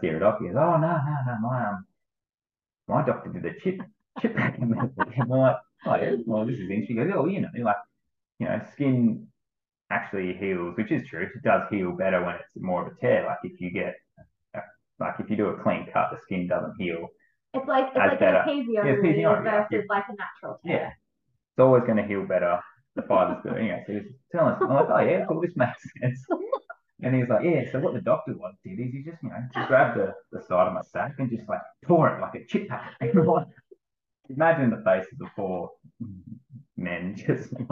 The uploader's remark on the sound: We had a few errors recording this and I apologise for the muffled audio due to the microphone not being connected properly!